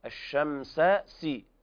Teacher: بيان التفشي والهمس في الشين ثم السين بعدها